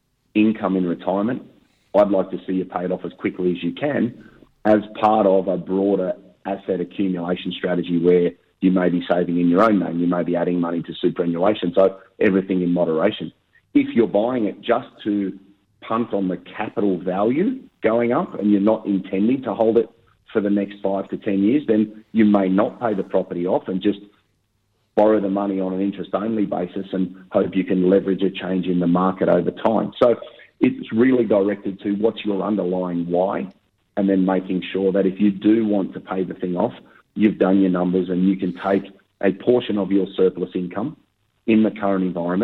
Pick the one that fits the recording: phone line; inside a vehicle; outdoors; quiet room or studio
phone line